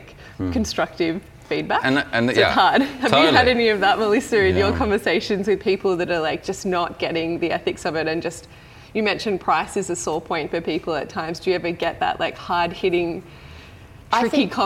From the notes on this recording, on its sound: Our third episode is a very special live recording from our March Good Mornings breakfast event for purpose-driven folks held at the Frankston Social Enterprise Hub.